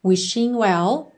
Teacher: O G de wishing não é pronunciado.